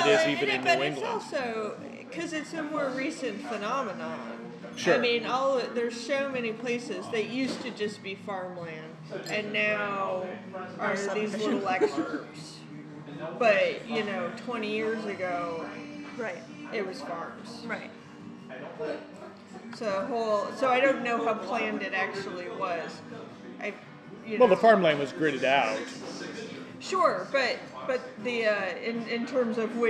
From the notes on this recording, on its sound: recorded from a bar in Chicago’s Lakeview neighborhood